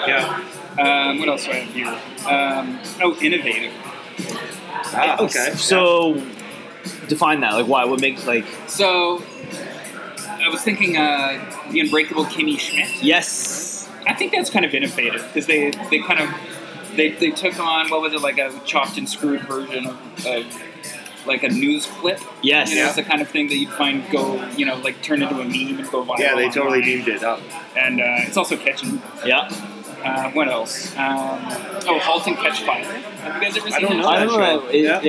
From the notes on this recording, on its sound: We recorded the episode from one of Midtown's finest watering holes Arabella Park!